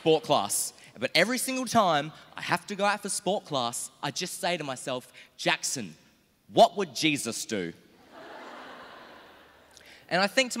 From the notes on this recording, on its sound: With the National Final performed at Melbourne Town Hall during the Melbourne International Comedy Festival